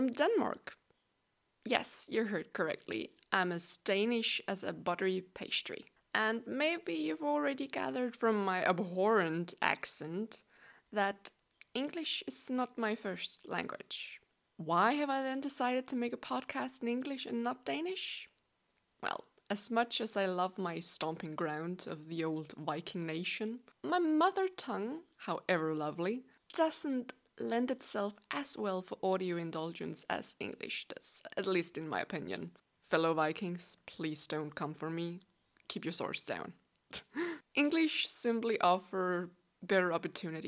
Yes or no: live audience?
no